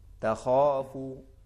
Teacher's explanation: جی سب سے ایک پہلا جو کلمہ ہے وہ خا ہے، تخافو، خا اور خا میں دیکھیں آواز میں فرق ہے، الف کو بھی موٹا پڑھیں گے اس الف کی خا کی وجہ سے، یعنی جو خا کے برابر میں ہے خا کے۔